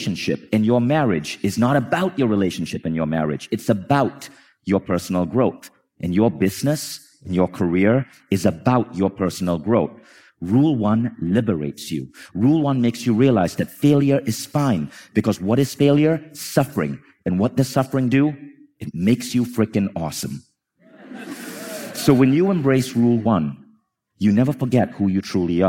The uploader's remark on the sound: This talk is brought to you from Mindvalley's Reunion stage in Los Angeles 2019.